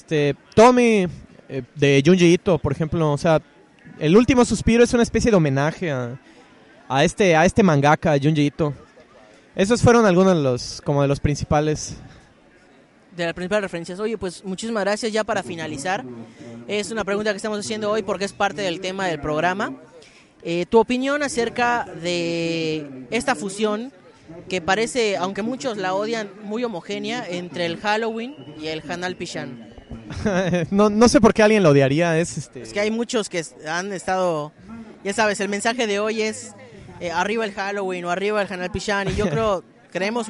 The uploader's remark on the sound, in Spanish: Programa especial grabado desde el paseo de las animas en el parque de la Ermita de Mérida Yucatán.